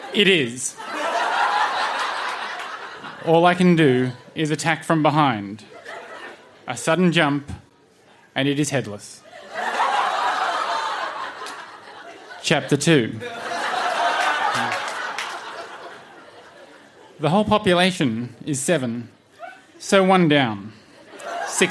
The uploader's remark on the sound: Recorded live at the Woodford Folk Festival.